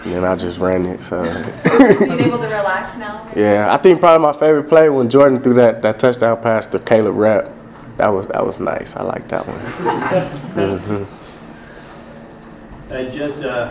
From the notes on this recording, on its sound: USU Football Post-Game Press Conference vs Colorado St.